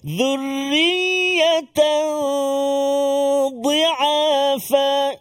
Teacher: Tanwin, tanwin bertemu dengan huruf dad, iaitulah ikhfa hakiki. Dengung beberapa rakaat. Dua harakat.